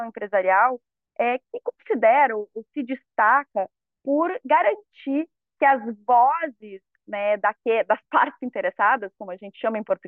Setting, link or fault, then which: link, video call